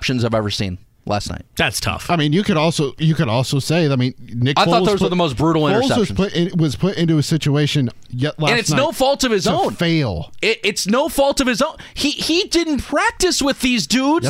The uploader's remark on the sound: The guys also receive a couple phone calls.